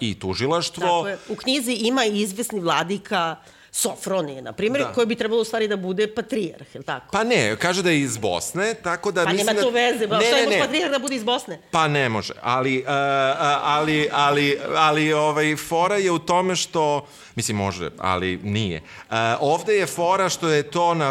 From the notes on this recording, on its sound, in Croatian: koju smo snimali uživo pred publikom od skoro osamdeset ljudi